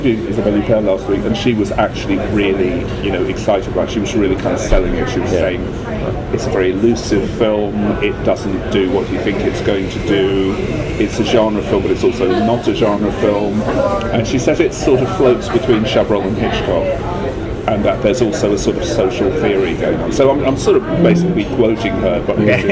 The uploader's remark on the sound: Live from Cannes 2016